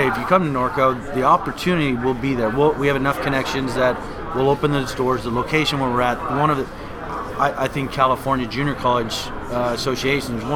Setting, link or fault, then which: setting, busy venue